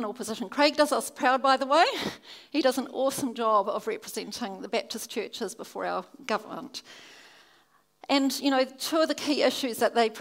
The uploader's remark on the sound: keynote at our Baptist National Hui 2017